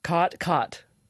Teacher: you have what's called the cot merger, or in linguistic circles, the low back vowel merger